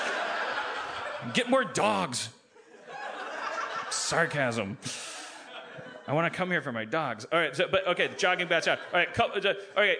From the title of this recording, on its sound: LIVE from Bridgetown 2015!